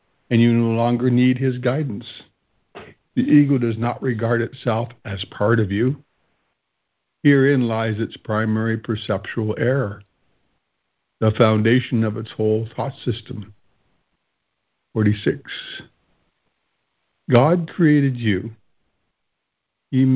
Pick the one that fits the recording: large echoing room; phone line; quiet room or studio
phone line